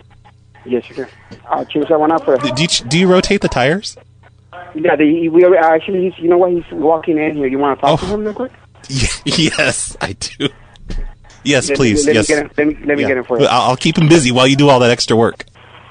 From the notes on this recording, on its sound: Prank Phone Calls Collection